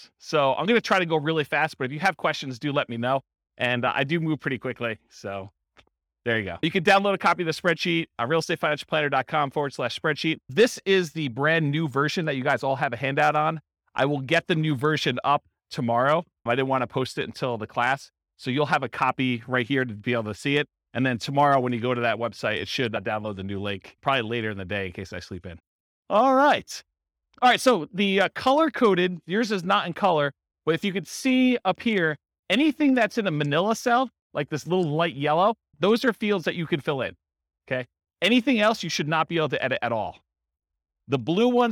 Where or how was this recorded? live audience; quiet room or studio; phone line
live audience